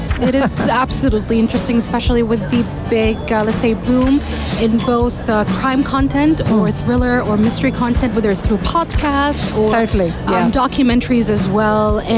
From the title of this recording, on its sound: Live from SIBF 2023